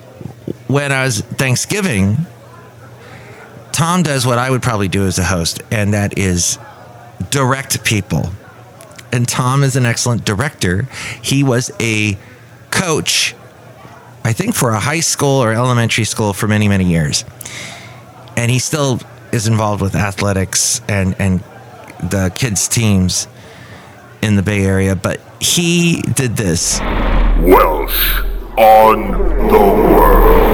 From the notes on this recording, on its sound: podcasts live from Café Anyway